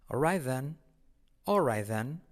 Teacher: La T de right Casi no se pronuncia.